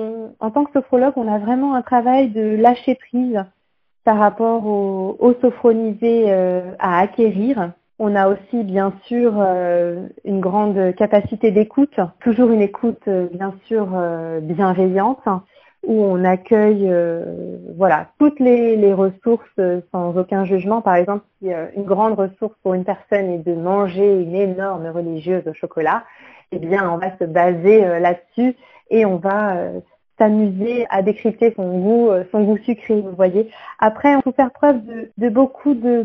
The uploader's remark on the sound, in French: L'enregistrement de l'Interview s'est fait au téléphone, c'est pour cette raison que la qualité audio n'est pas optimale mais toutes les informations sont là... Ma voix est un peu tremblotante car j'étais un peu stressée pour ce premier passage radio.